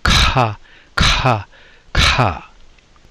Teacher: 走った後はぁはぁいう息で言ったら発音できます · Term: 息が出るカー